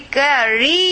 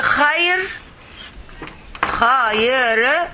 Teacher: when I just say khair, the yah is only equal to one, not equal to three · Shown in: second take